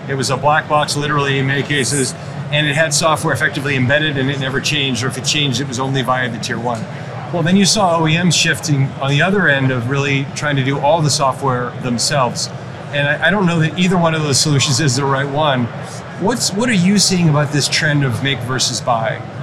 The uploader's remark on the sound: Live from AutoTech: Detroit